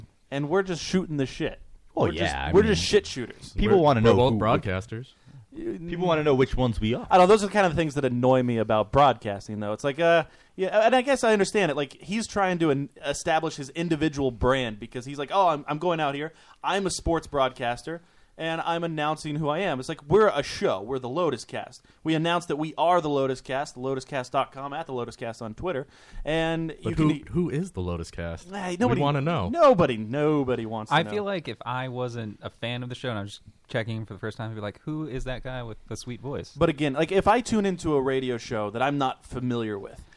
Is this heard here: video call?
no